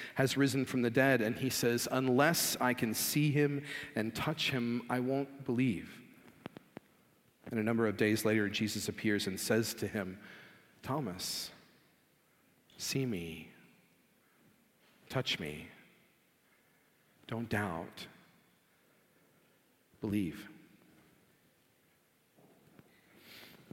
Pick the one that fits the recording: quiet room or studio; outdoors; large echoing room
large echoing room